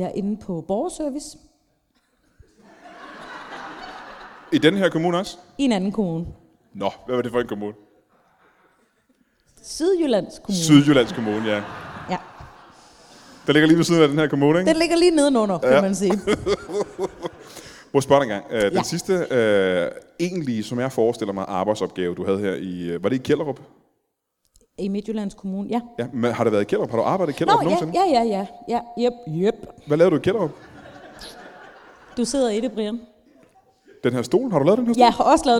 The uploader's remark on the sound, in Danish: LIVE fra Kjellerup